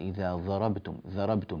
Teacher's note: الضاد عندما قرأت إذا ضربتم، أنا ما سمعت الضاد ضادا، أنا سمعت الضاد يعني صوتها يشبه حرف الذال